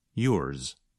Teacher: If you listen carefully, you can hear a bit of the sound of the letter S at the end of a word like yours. So the sound of Z is not as strong or as long as in a word like zero. Instead, it's more like a Z with a little S at the end.